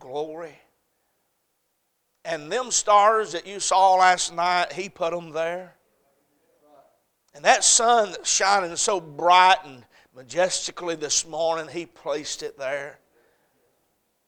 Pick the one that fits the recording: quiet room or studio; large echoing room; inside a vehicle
large echoing room